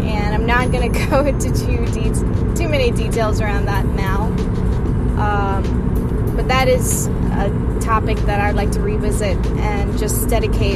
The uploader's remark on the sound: Ramble While Driving